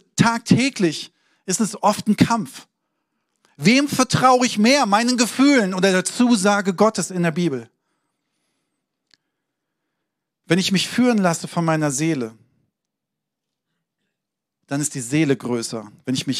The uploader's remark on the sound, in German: Sonntagspredigt aus dem Standort Bochum.